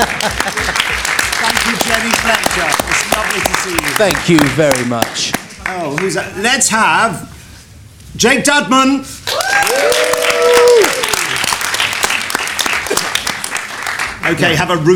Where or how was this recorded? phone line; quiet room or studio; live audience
live audience